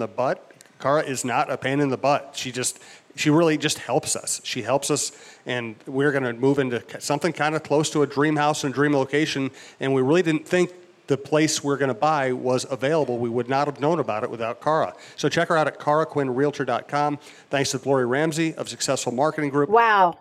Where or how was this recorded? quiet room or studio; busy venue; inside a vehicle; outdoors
busy venue